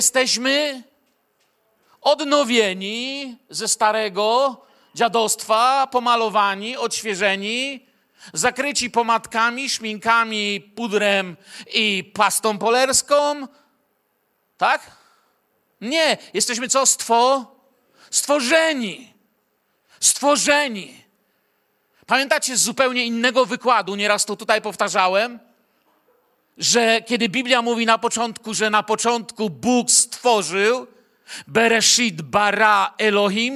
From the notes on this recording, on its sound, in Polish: Wykład nagrano podczas ostatniego w 2023 roku nabożeństwa w Kościele „Filadelfia” Bielsko Biała.